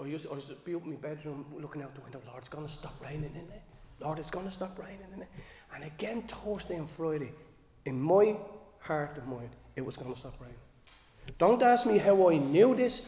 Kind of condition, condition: setting, large echoing room